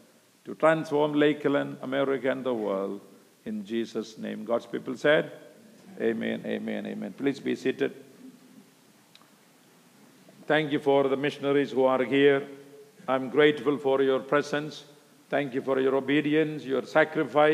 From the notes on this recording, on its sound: Speaking at the Missions Conference.